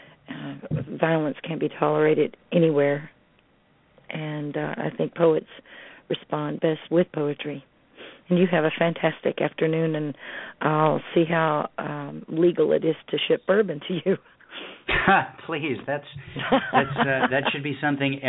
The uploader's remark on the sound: Poets from Canada, Birmingham, Alabama (and environs) and Smiths Grove Kentucky who called in to poetry Super Highway Live to read their poems.